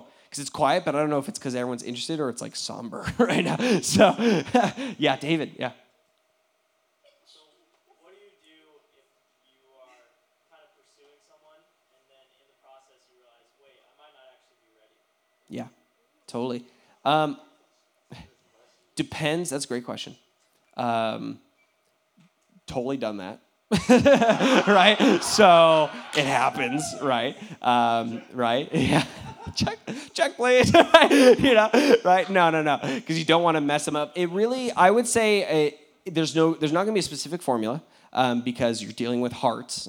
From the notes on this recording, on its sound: questions from the audience